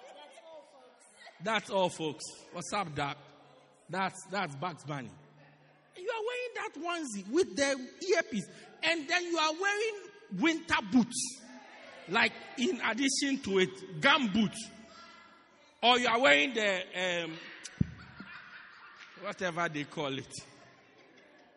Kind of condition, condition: setting, large echoing room